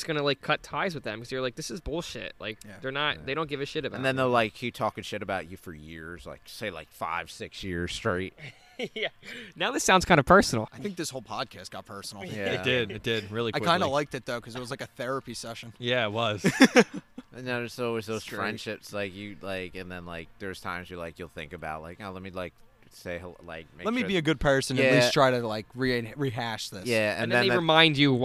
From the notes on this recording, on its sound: The guys are outside for the first time!